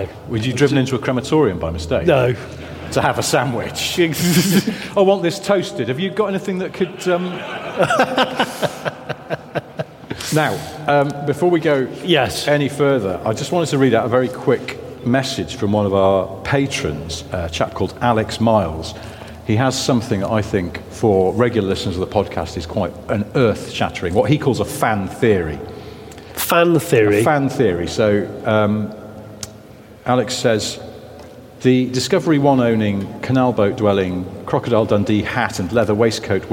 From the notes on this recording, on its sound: Live from Bicester Heritage. In front of a live audience in a massive hangar at Bicester Heritage. Huge thanks to The Little Car Company for hosting this live recording.